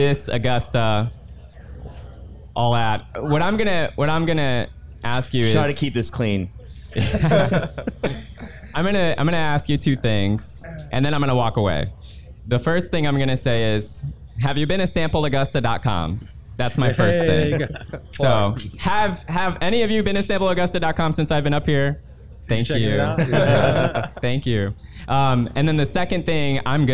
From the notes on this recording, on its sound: Live Collaboration with ALMA Presents at Arts in the Heart. Our first ever live recording! We took the Community Stage at the 2022 (40th Anniversary) Arts in the Heart of Augusta and hosted a LIVE collaboration podcast. We interviewed 4 people in front of a live audience.